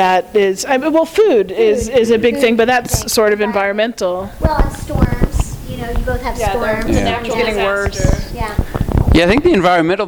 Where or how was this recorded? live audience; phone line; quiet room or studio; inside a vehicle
live audience